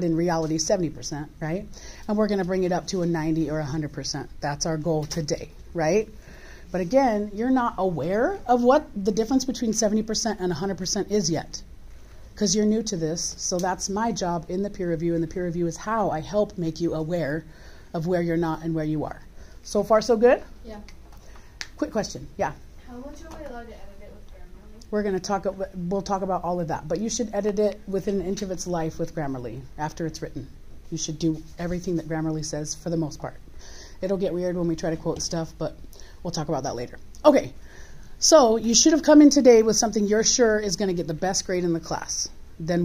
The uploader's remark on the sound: This is a recording of an in-class formal guided peer review for the Grit Paper in CE English 1010.